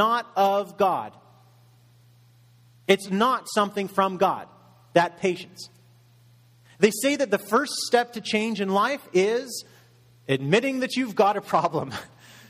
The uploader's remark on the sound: Message delivered in Contemporary Worship Service